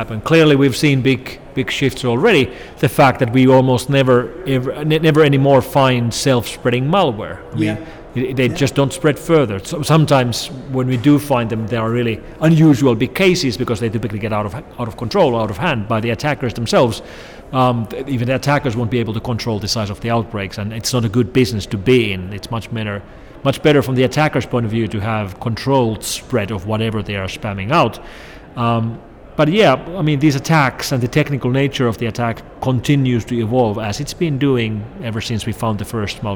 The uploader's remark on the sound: on the sidelines of the DEF CON Conference in Las Vegas